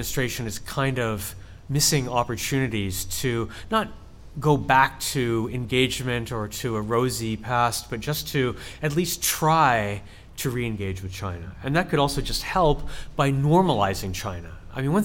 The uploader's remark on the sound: Live in New York City. Our live recording from the Rizzoli Bookstore in the Flatiron district of Manhattan.